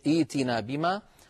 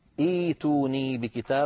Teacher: أيضا يا صالح ائتنا بما تعدنا، عند البدء بها تصير ائتنا، ثم نحول الهمزة الساكنة إلى ياء فتصير إيتنا بما. · Term: همزة قطع ساكنة